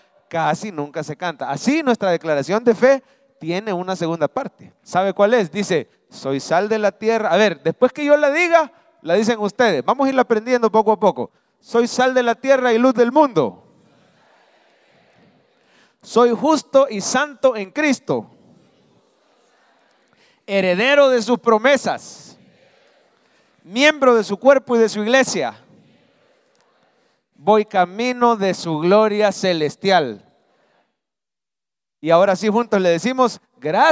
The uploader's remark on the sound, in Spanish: Mensaje predicado en vivo desde el Centro Familiar de Adoración CEFADCHURCH, julio 2023.